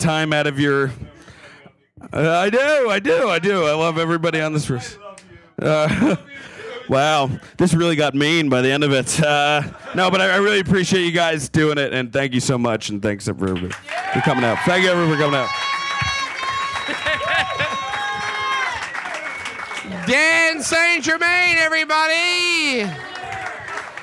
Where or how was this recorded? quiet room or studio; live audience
live audience